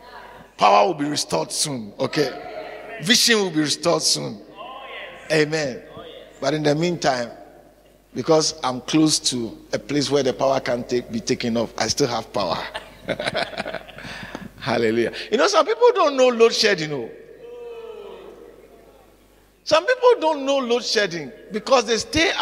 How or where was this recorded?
large echoing room